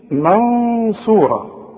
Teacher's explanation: بصيغه بين الاظهار والادغام بدون تشديد بخلاف الايه بخلاف حروف الادغام بدون تشديد مع بقاء الغنه في الحرف الاول وهو النون الساكنه او التنوين · Term: الاخفاء